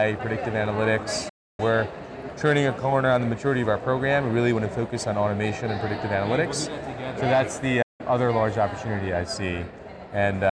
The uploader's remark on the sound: Interview in Action live from CHIME’s Fall Forum